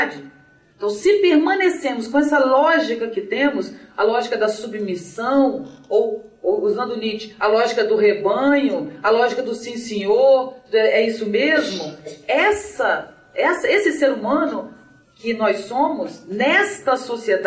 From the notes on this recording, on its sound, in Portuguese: Palestra gravada durante o XXVII Encontro Nacional de Estudantes de Filosofia (ENEFIL) em 2011, na UFF Niterói